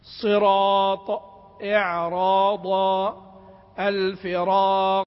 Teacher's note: هذه الراء تتقوى ب الطاء أو الضاد أو القاف وتفخم قولا واحدا